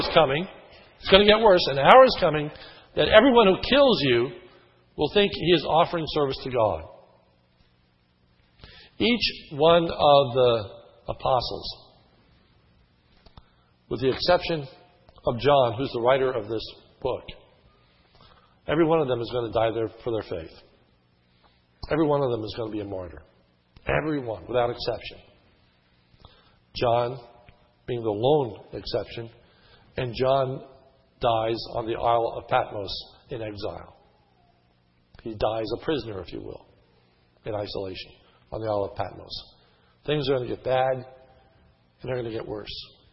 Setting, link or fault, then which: setting, large echoing room